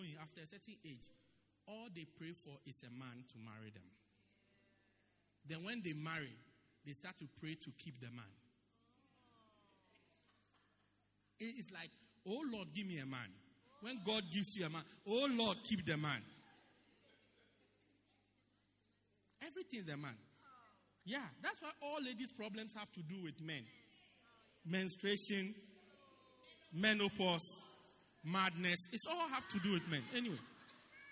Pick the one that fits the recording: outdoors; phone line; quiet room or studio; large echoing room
large echoing room